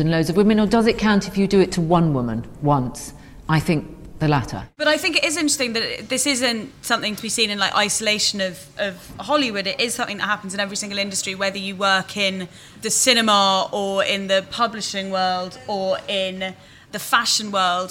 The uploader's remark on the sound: It’s our first ever live podcast! This week The High Low is brought to you live from tibits, a vegetarian restaurant in Mayfair.